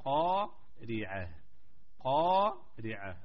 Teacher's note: القاف تفخيم لأنه أعلى مراتب التفخيم، والحروف الجن بعد القاف فكلها مر الحروف النين مستفالة أو مرققة، إذن بالقارعة هكذا.